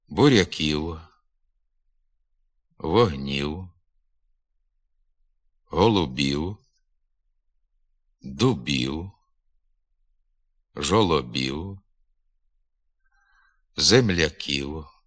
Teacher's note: вимовляємо нескладовий «у» на кінці слова після голосного в іменниках